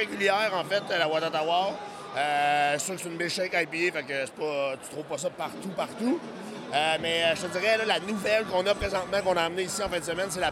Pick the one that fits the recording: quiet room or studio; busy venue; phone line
busy venue